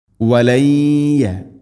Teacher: വലയ്യമന്നൗഹു വലയ്യ സാക്കിന നൂന് ശേഷം യ നൂനിനെ യ എന്ന അക്ഷരത്തിലേക്ക് ചേർത്ത് മണിച്ചുകൊണ്ട് ഉച്ചരിക്കണം. വലയ്യമന്നൗഹു ഇവിടെ നൂന് ശബ്ദമുണ്ട്, മണിച്ചുകൊണ്ട് ഉച്ചരിക്കണം.